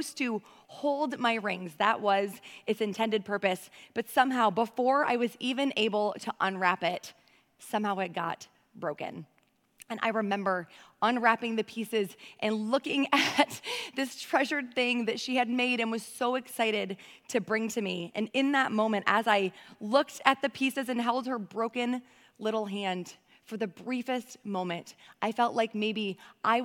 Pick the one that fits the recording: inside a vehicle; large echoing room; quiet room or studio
large echoing room